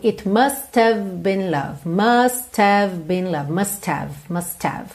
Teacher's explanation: Esse H do have, ele não é um som forte, ok? Não é uma consoante forte. E dependendo da situação, da sequência de palavras que a gente tem, ele acaba sumindo.